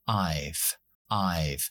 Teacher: en conversación fonéticamente esa V la desonorizamos y se queda como una F